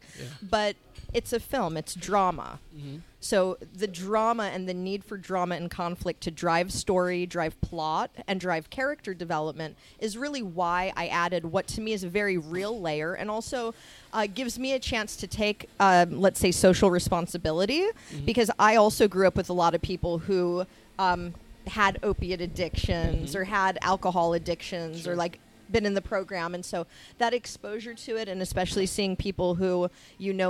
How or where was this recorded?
busy venue